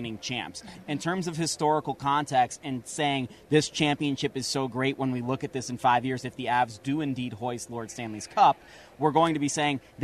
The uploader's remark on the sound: Live from the NHL Stanley Cup Final Media Day! The crew is live from Ball Arena ahead of the NHL Stanley Cup Final Media Day.